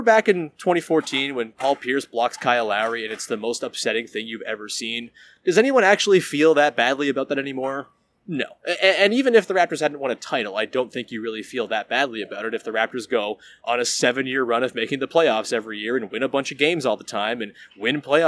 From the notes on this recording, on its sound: Live from Scotiabank Arena. Fields some future-thinking questions from viewers of the live stream.